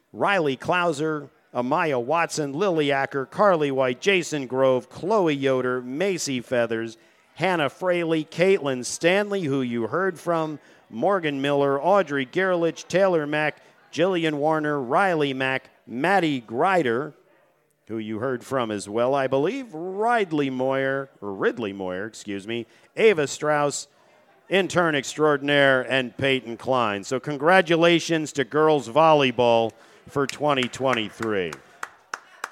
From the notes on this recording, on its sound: Live from the deck at The New Bertie's Inn